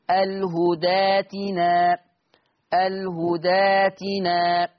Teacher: ابدال الهمز الساكن الف مادية